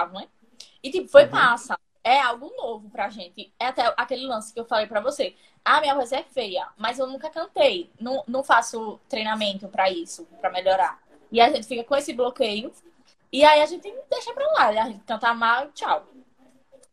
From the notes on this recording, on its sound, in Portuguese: Este episódio surgiu de uma Live no instagram